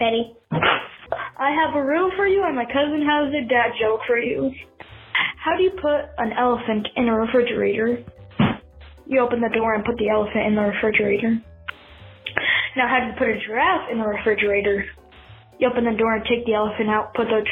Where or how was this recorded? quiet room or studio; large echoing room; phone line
phone line